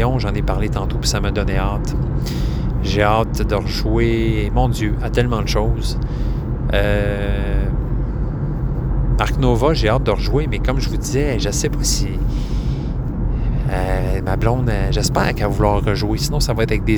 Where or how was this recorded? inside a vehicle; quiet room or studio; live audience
inside a vehicle